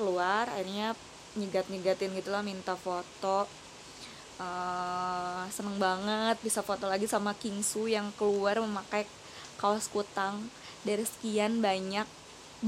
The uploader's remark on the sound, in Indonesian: Maaf kresek kresek itu suara hujan.